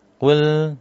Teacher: Di lamnya tidak boleh mantul. Kemudian kofnya tidak boleh tipis, dia harus tebal.